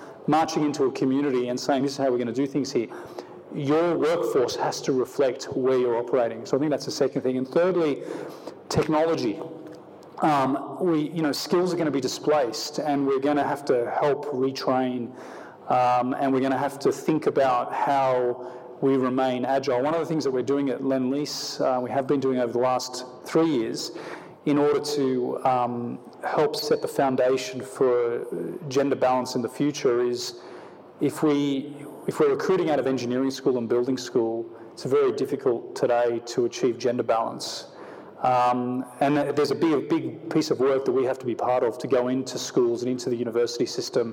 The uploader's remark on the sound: on stage at the Festival of Place